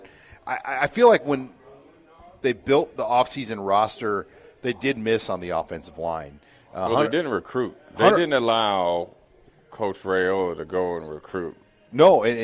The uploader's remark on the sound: Live from Tanner's